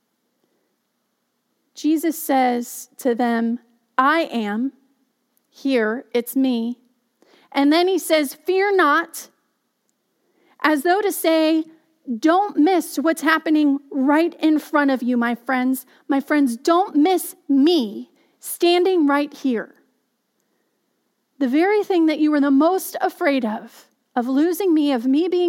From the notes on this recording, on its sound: Message delivered during the Contemporary Worship Live Stream. Message delivered during the Contemporary Worship Live Stream.